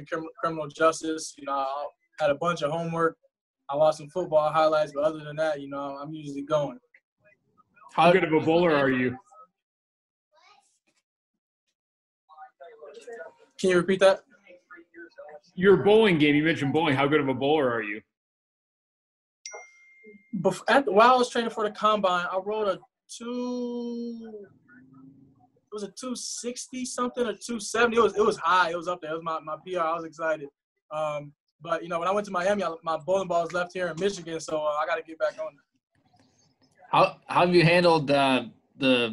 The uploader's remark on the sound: Vikings Round 5 & 6 Conference Calls. The Vikings 2020 NFL draftees in rounds 5 and 6 addressed the media.